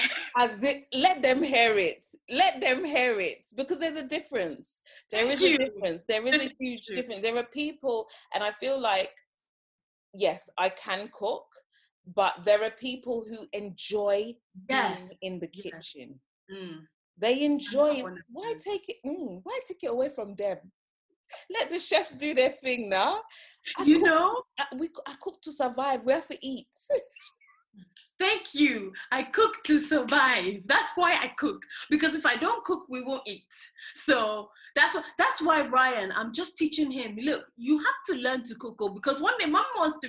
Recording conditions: video call